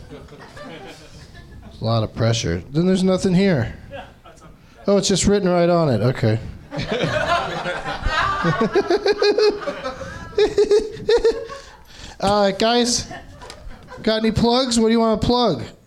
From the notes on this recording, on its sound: Live from Nerdmelt in Los Angeles